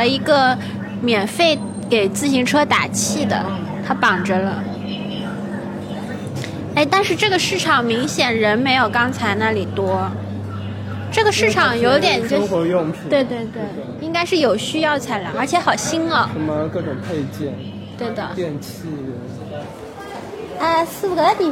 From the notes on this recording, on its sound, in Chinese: 与我们远程连线，带我们在上海迷人的街道与社区中完成了一场漫长的即兴行走和聊天。本期节目是我们第一次尝试室外录制，音效不是很理想。